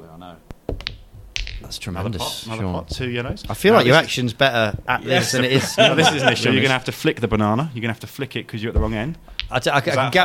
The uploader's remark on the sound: Recorded at the English Open in Crawley.